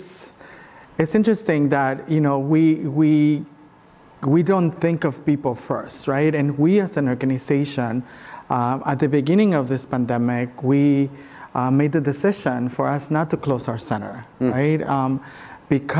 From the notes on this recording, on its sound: This event was streamed live from the ASU California Center in the historic Herald Examiner in Downtown Los Angeles on December 7, 2021